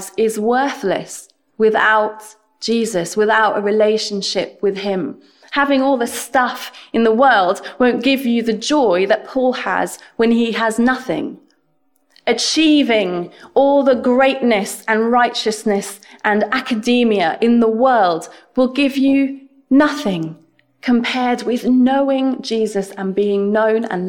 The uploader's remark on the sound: This sermon was preached at Welcome Baptist Church on Sunday 30th January 2022.